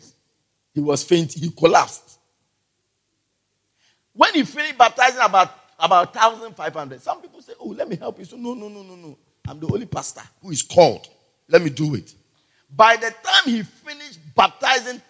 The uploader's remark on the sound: Preached At The Everlasting Father Cathedral